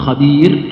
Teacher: فإن كان ما قبلها ياء ساكنة مثل خبير رققنا